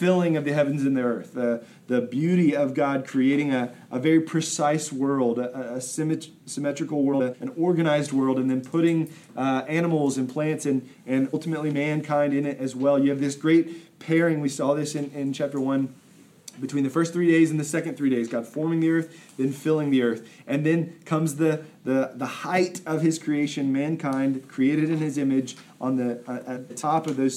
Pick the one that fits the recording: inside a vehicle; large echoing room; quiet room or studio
large echoing room